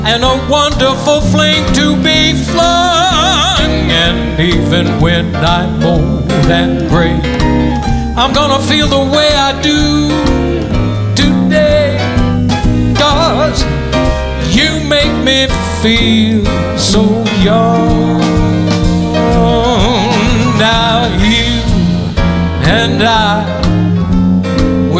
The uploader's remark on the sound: Live at the SouthPoint